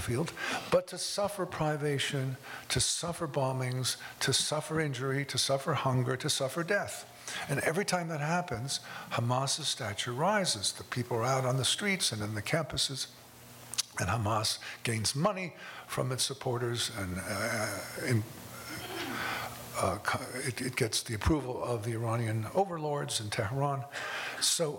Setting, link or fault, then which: setting, live audience